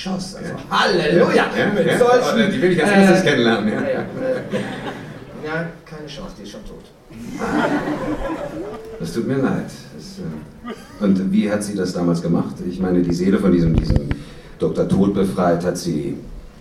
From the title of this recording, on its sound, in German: Live-Hörspiel bei der Hörspiel-Arena 2012 in Köln